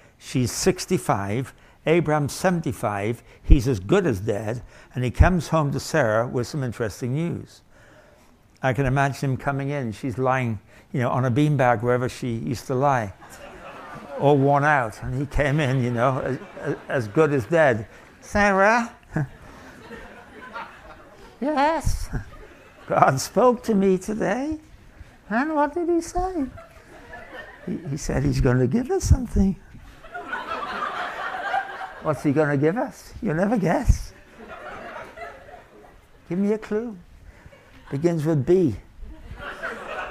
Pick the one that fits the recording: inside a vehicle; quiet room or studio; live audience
live audience